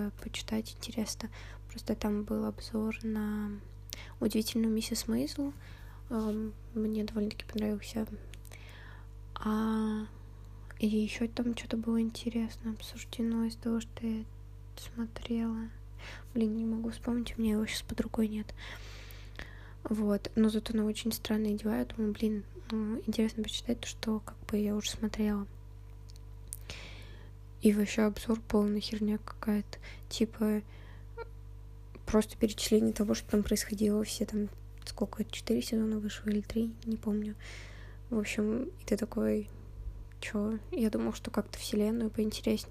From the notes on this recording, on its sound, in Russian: Сегодня какое-то тяжелое дыхание. Соре за шумы.